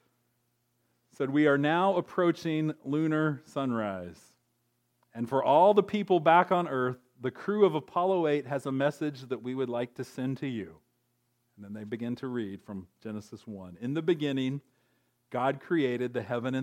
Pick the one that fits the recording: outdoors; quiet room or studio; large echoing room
large echoing room